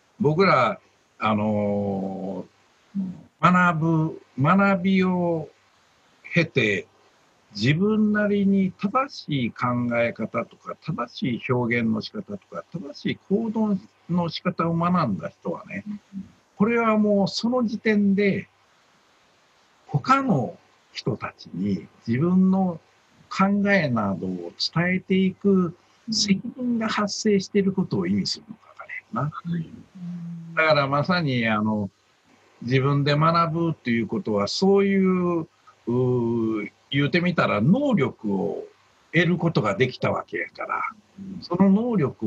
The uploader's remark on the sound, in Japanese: ようは会ラジオは、今回もZoom収録。